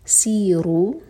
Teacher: سین پر وسل ساؤنڈ آنا چاہیے سیٹی جیسی آواز